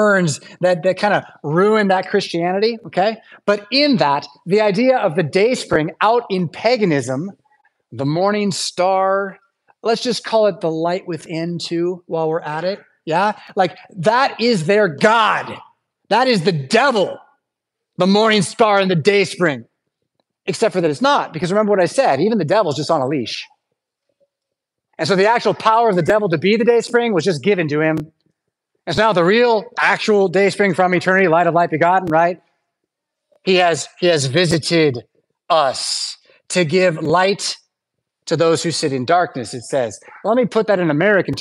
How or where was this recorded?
large echoing room